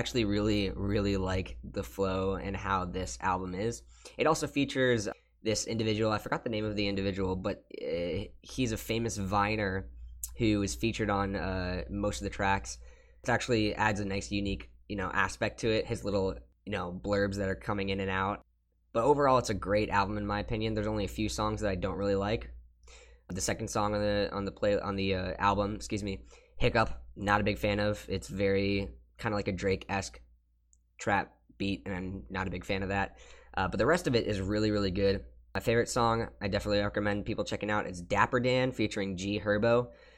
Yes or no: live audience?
no